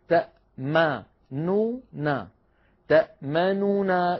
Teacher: ثلاثة أحرف كلها فيها غنة من الأنف وهي متحركة